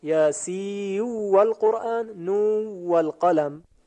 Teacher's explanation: نون ملفوظ در آخر یاسین و همچنین در آخر نون این ادغام شد طبق قاعده یرملون در حرف واو · Term: ادغام متقاربین